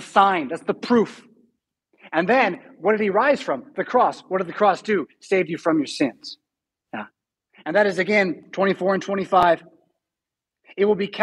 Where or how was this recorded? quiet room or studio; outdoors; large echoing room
large echoing room